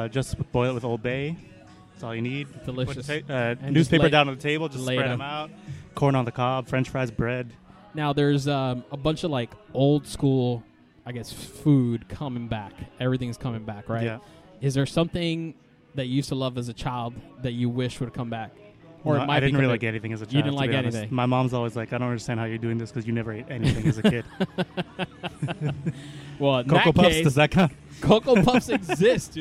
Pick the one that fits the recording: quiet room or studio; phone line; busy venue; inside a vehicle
busy venue